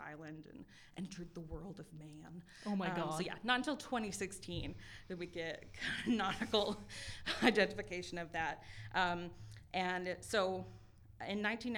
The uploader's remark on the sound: LIVE AT TREEFORT MUSIC FEST 2023. Live from Podfort at Treefort Music Fest 2023.